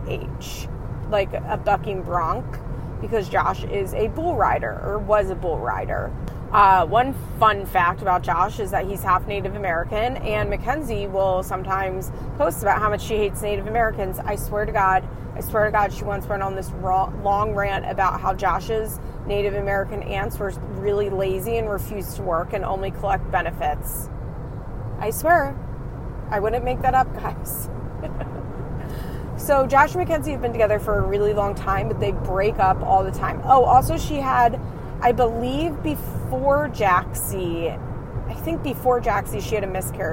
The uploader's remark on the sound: please excuse the audio as this is a car-cast!